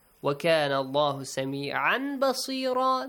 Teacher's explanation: Letter the ba. Letter ba, you change the sound of this tanween or nun to a hidden meme sound